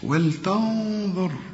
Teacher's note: هنا النون بدون تشكيل، بنغنها وبنخفي، لا، وبنفخم هذه الغنة.